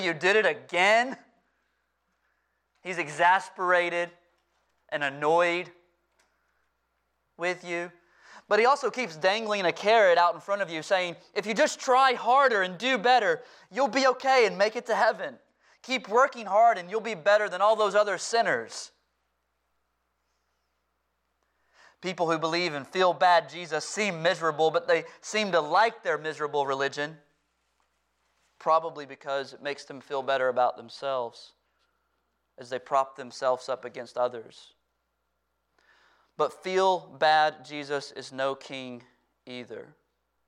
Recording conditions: large echoing room